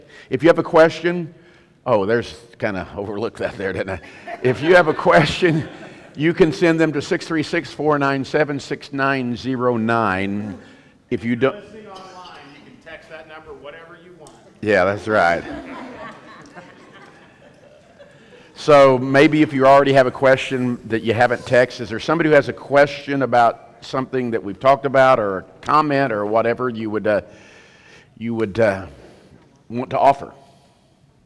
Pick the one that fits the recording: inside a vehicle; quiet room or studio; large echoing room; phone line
large echoing room